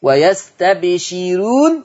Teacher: رققوا الراء لأن الراء مضمومة ومسبوقة بكسر · Term: ترقيق الراء